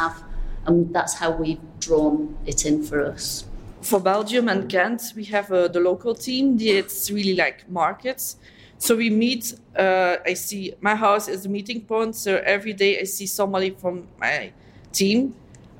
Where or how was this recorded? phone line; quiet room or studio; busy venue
busy venue